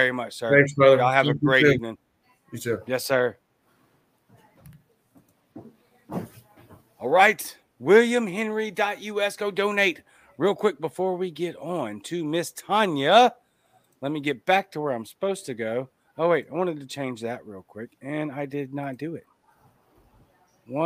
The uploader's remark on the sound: LIVE at the “Spike the Vote” party! LIVE house party.